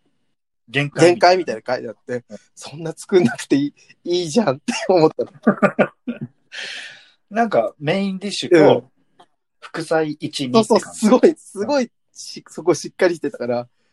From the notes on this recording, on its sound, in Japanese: 最初だけなんかちょっとずれてる。。ZOOM収録です。